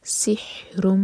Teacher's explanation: ادغام غنہ کے ساتھ میم کو ہول کریں گے